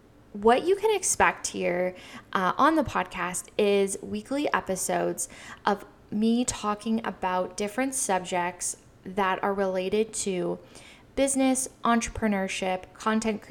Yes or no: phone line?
no